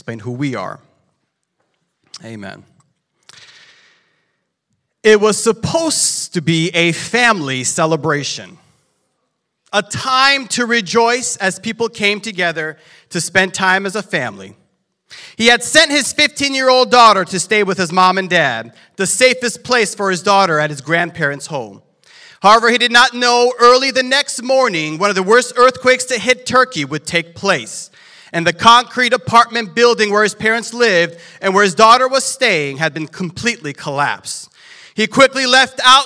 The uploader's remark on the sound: This sermon was recorded live on February 19th at Newark United Pentecostal Church